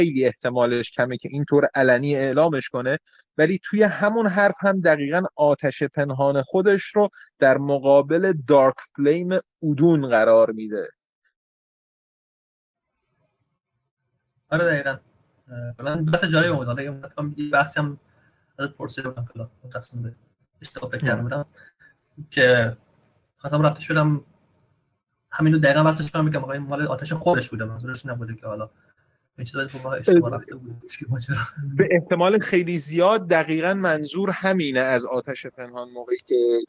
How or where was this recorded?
video call